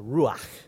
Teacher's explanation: It's a very breathy word